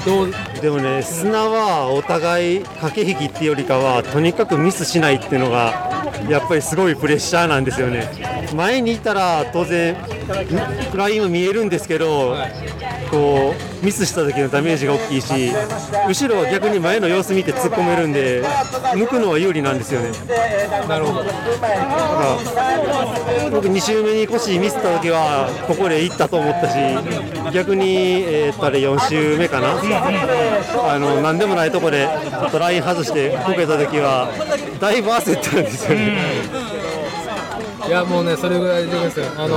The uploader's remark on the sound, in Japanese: 屋外収録 シクロクロス全日本シングルスピード日本一決定戦で飲む。